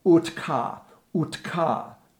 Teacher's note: Notice the T of ut elides onto ka of kabel. So ut ka. Ut ka.